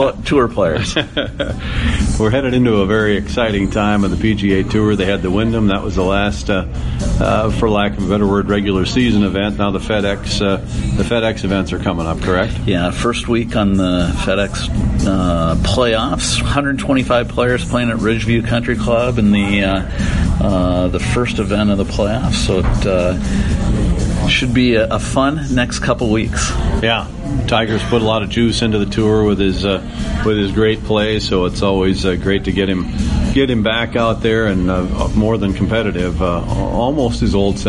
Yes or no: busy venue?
yes